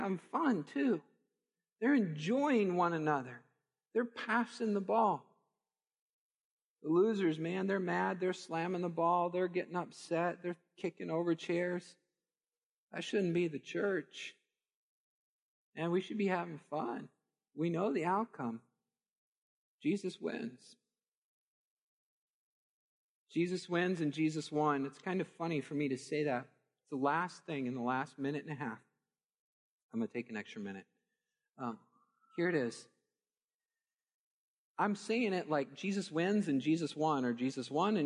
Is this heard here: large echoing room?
yes